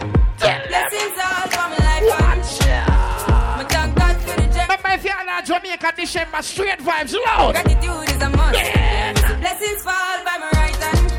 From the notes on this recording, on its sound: live at Island Saturdays on Saturday, December 1.